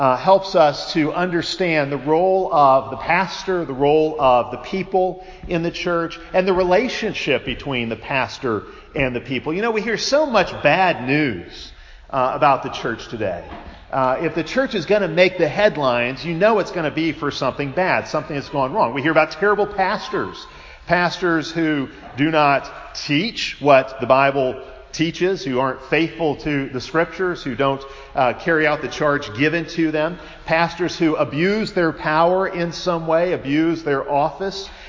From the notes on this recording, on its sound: Preached at Providence CREC in Pensacola, FL.